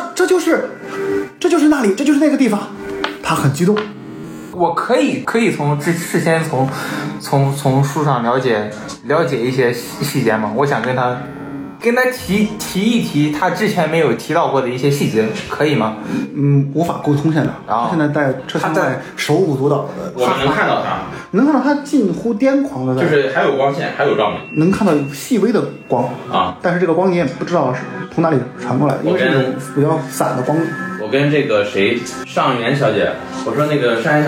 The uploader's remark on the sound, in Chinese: 因为这次跑团时录制的设备并不专业，再加上环境和大家散座的位置，音质会比较差，调试之后改善不大。